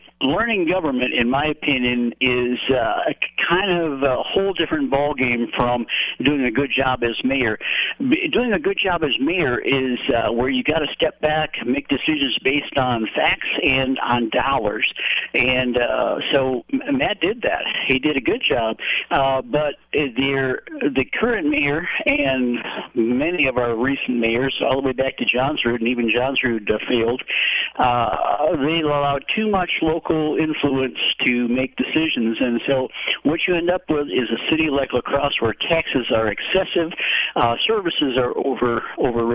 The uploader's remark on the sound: When the mayor and fire chief call in to set someone straight. After a listener calls in with some misinformation.